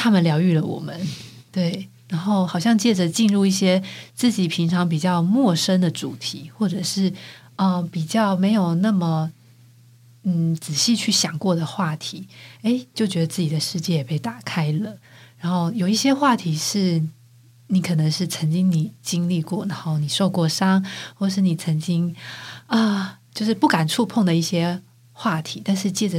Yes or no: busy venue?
no